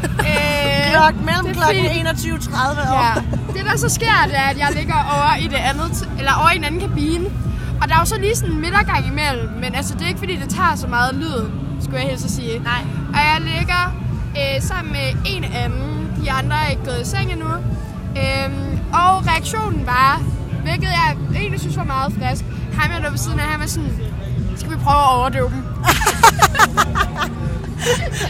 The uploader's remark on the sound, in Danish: ROSKILDE SPECIAL 1. Din yndlings podcast er tilbage med en sæsonafslutning fra Roskilde Festival.